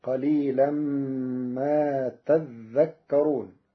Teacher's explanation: قرأ ورش كلمة تذكرون بتشديد الذال فتصير قليلا ما تذكرون، وفأصلها تتذكرون فأبدلت الثانية ذالا ثم أدغمت في الذال.